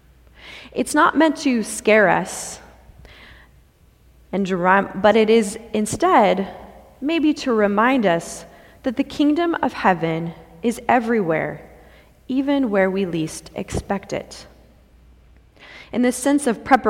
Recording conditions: large echoing room